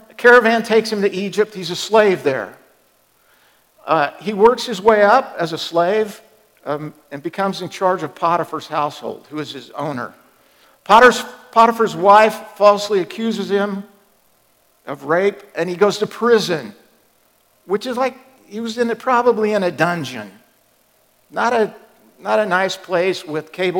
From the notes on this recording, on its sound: Was recorded at The Calling Community Church located in Platte City, Missouri. Services are held in the Platte County High School Auditorium.